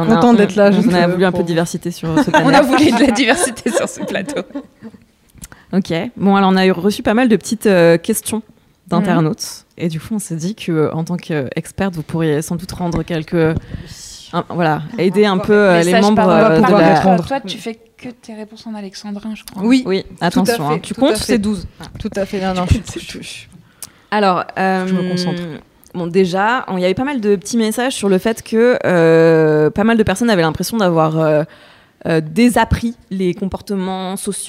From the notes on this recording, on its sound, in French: Enregistré à la Cité Fertile mercredi 10 juin